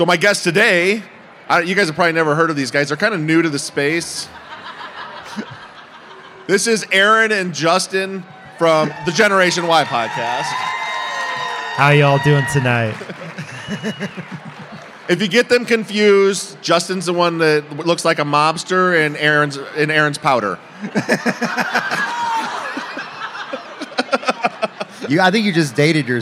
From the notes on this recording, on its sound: LIVE from Las Vegas! On stage for a special live show at CrimeCon 2022.